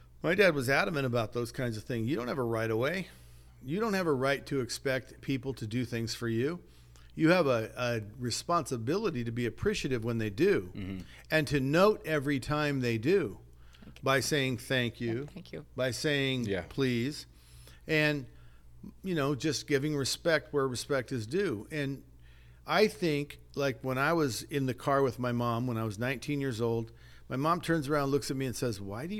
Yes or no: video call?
no